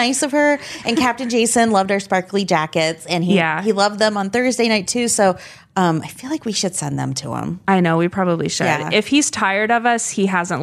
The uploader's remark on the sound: report live from BravoCon!